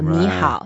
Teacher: when I add 好 behind 你, I actually soften the first 你. I make it a little bit sound like second tone. · Term: third tones